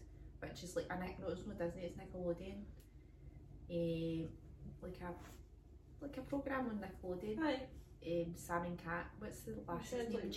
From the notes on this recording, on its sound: The lassies have technical difficulties this week